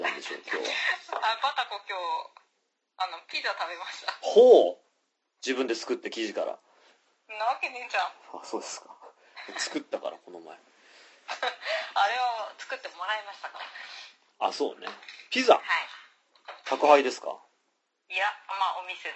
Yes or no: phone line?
yes